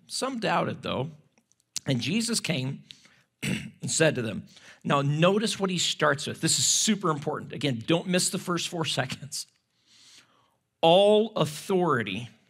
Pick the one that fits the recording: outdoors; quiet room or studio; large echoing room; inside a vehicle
large echoing room